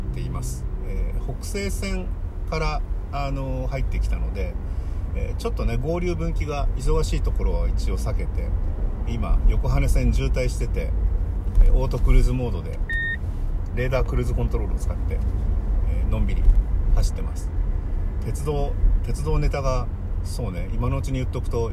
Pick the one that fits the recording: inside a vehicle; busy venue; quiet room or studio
inside a vehicle